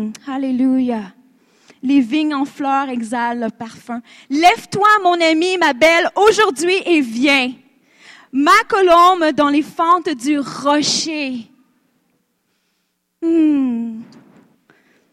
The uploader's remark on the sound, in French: Conférence rivières de Gloire-13 Mai 2016